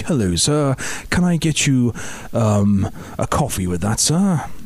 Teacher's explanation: And it's all sort of goes up at the end · Term: deferential posh accent